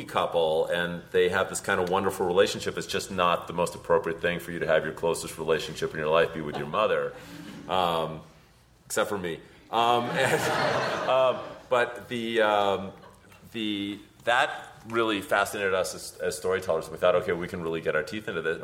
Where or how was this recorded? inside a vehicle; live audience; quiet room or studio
live audience